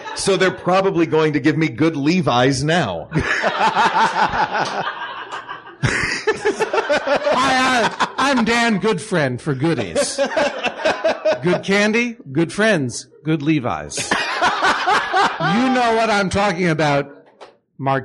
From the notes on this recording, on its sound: Recorded live at (le) poisson rouge in NYC